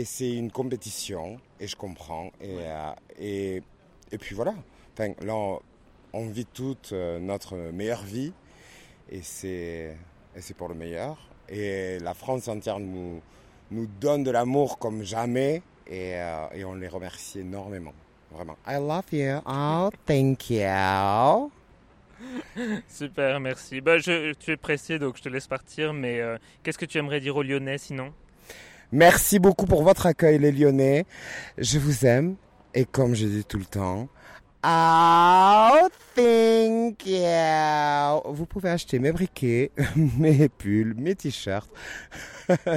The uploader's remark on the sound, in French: durant l'after party de Drag Race Live à Lyon